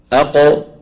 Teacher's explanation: انظر كيف اللسان يصعد فيقرع بأقصاه الحنك اللحمي · Term: القلقلة